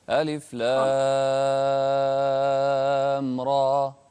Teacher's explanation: ما في همزة. ألف لام را بدون همزة، را ماشي وتمد ست حركات